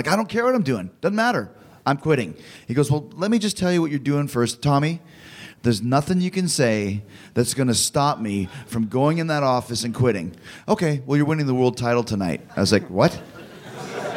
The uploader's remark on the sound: Live At Caroline's